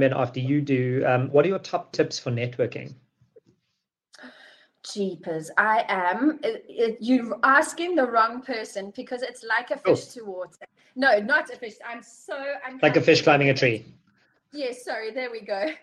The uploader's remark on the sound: recorded live in a webinar